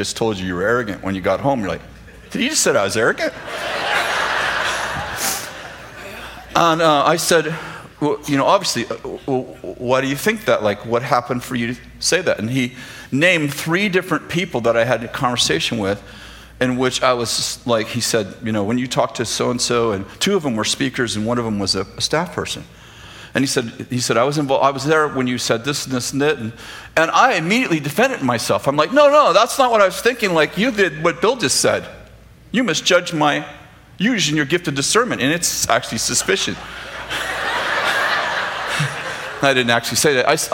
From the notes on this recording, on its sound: throwback sermon from September 6th, 2015, at Bethel Church in Redding, CA